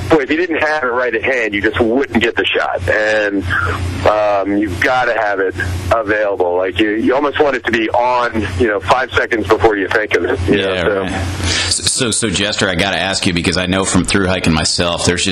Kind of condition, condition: link, phone line